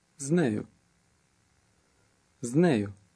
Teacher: With and her. They glide together and almost sound like one.